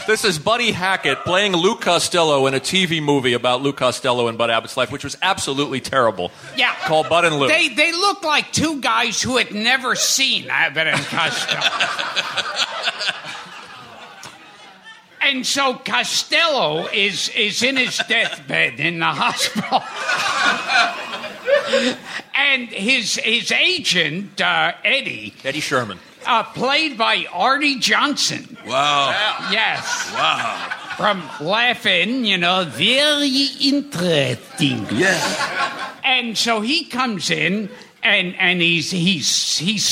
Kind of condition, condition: setting, busy venue